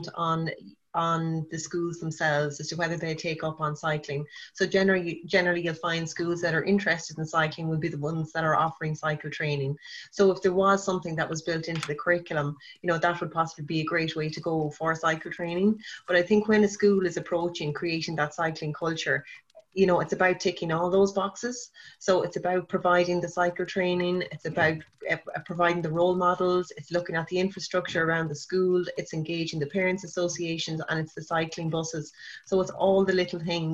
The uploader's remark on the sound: The recording of the national launch conference for Cyclist.ie's 'A Vision for Cycling in Rural Ireland' which took place on zoom.